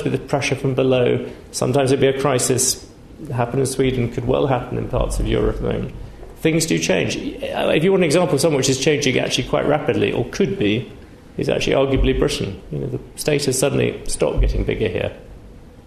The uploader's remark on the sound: Recorded on 10 November 2014 in Sheikh Zayed Theatre, New Academic Building.